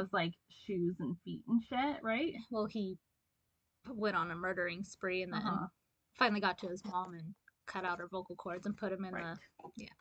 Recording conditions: poor sound quality